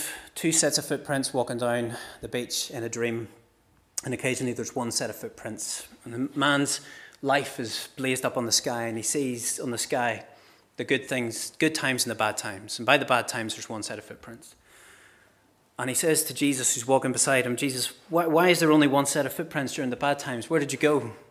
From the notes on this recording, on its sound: This is the recording of the Bible readings and sermon from our morning service on Sunday 24th September 2023.